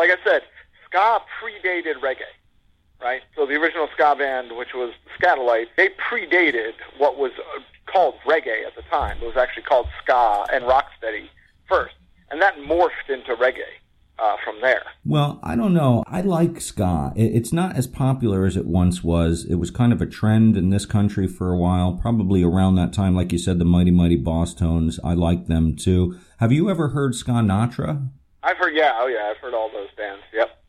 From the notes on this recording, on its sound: The show's first ever phone interview.